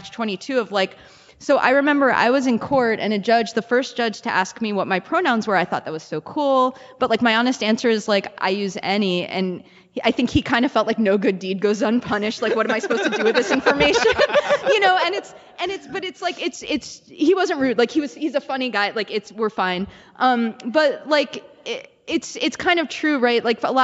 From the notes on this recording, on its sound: Live from the MN Council of Nonprofits Conference. We had the pleasure of recording live at the Minnesota Council of Nonprofits Annual Conference, which was held in Duluth.